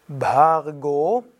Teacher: das R hörbar, aber kurzes A